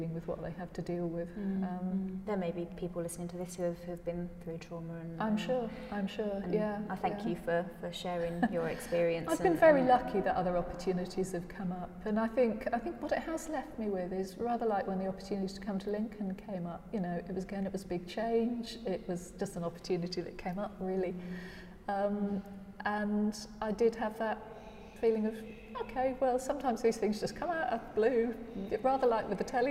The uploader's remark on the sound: The haunting and echoing atrium of the Victorian prison at Lincoln Castle, surrounded by Medieval and Roman discoveries from archaeological digs in the castle grounds, as well as a nearby Saxon sarcophagus. Coffee in hand and surrounded by historical treasures.